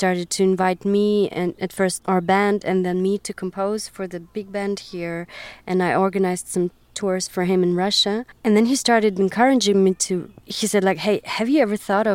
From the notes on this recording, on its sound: in the car outside of her 3-year-old son’s pre-school